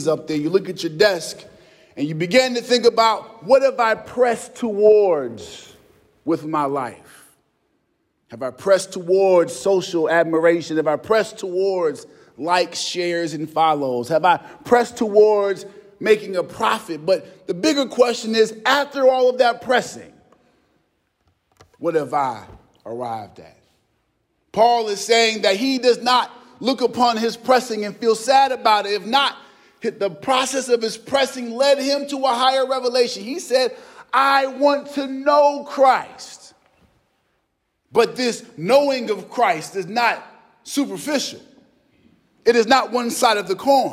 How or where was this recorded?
large echoing room